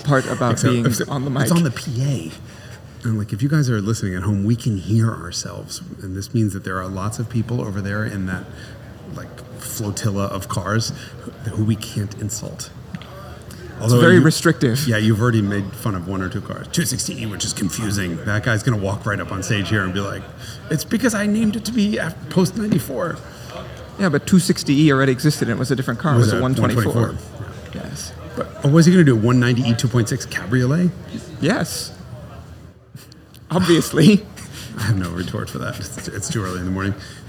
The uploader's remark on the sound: recorded live on location at The Amelia in lovely, rainy Florida!